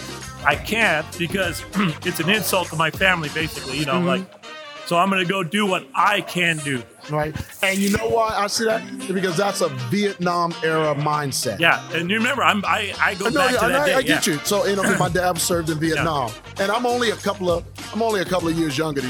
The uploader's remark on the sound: Live from Lilac City Comicon in Spokane, Washington.